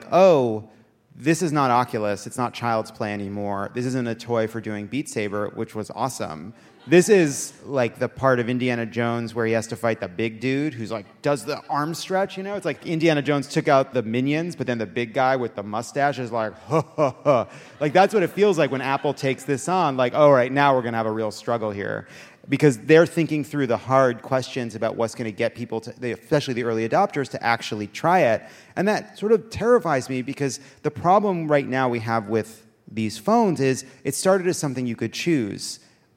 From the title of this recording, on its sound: Live from San Francisco!